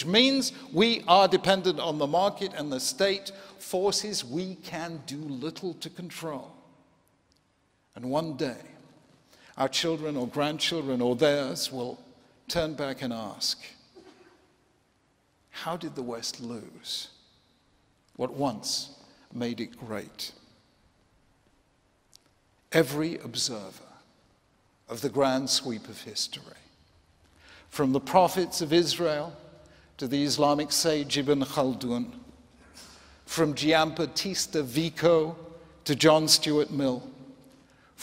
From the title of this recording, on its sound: 2016 Templeton Prize Ceremony